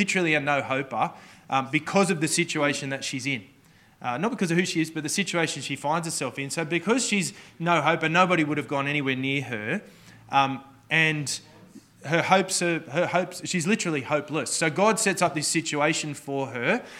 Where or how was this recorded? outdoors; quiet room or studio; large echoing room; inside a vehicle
large echoing room